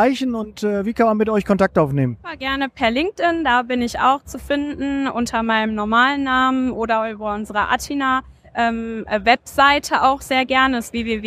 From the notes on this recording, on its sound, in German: Zukunft Personal 2023 in Köln. In der heutigen Podcast-Folge nehme ich euch live mit auf die Messe.